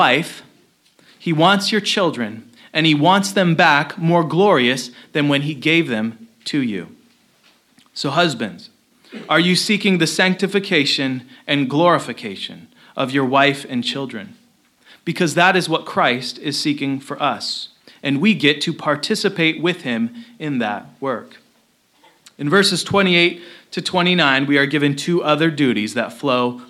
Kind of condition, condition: setting, large echoing room